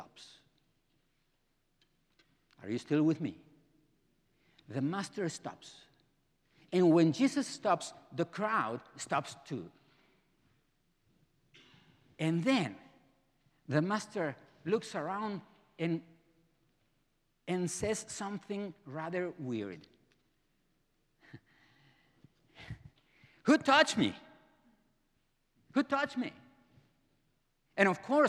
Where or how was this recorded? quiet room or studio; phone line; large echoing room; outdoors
large echoing room